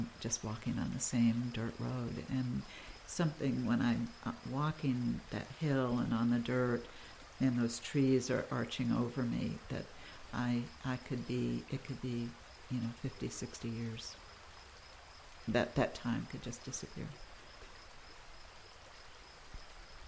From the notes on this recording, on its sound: Town is a sound exhibit that I produced for the Kent Museum in Calais, Vermont. It weaves together personal stories and memories about growing up in Calais, and natural sounds recorded around town.